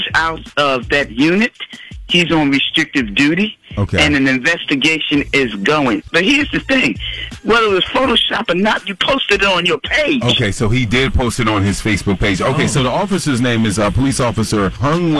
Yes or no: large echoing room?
no